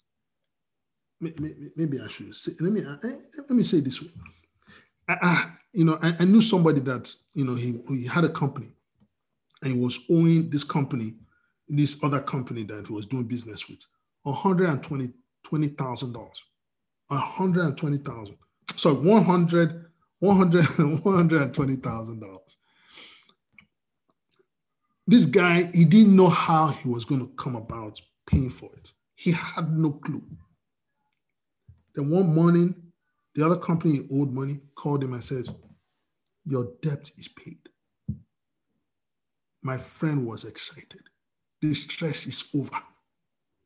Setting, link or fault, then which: link, video call